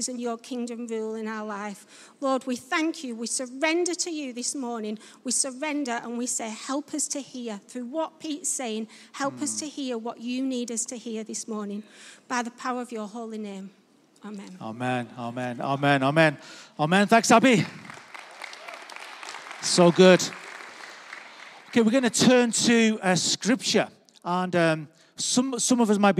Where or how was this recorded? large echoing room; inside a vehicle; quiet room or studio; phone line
large echoing room